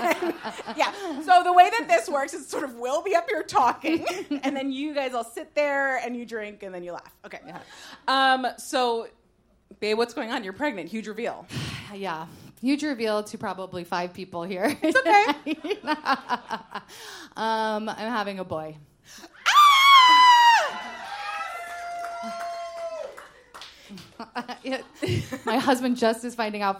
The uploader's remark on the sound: LIVE at the Green Room 42